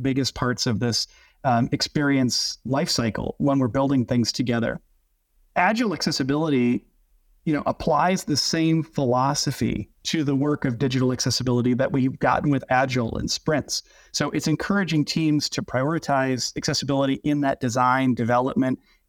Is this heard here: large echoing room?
no